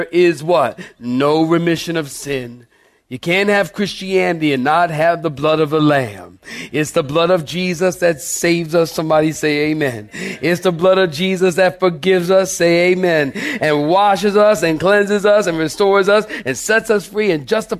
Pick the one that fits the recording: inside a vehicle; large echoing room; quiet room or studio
large echoing room